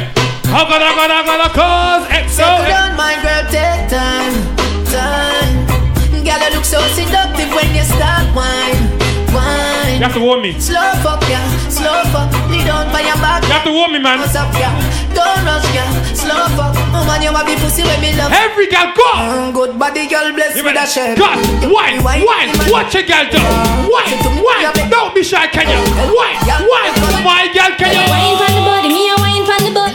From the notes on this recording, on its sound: 3 Shots Party Live Audio.